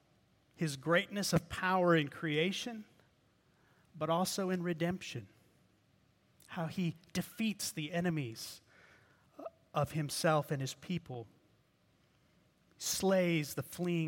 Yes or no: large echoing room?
yes